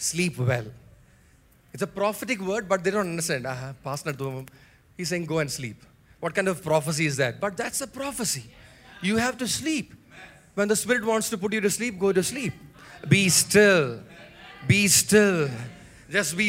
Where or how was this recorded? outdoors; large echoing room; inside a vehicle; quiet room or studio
large echoing room